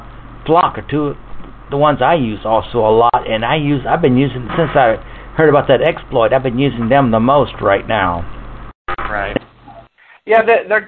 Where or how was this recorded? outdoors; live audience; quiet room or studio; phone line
phone line